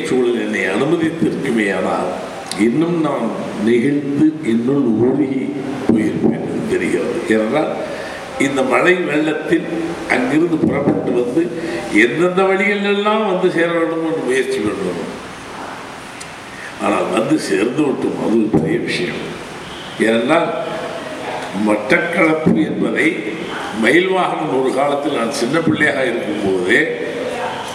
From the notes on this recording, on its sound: speech at Batticaloa event